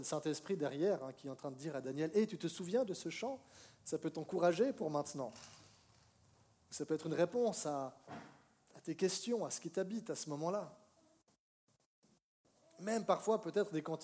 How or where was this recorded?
large echoing room